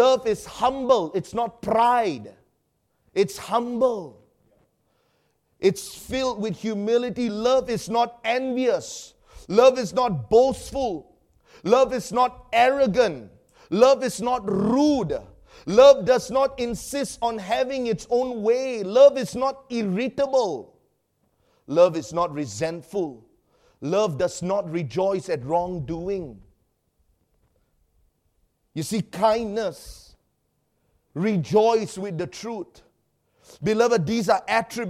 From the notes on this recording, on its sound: Preached during our Sunday evening service.